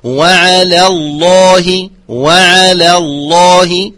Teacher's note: لام اسم جلالة مفخمة في أعلى مراتب التفخيم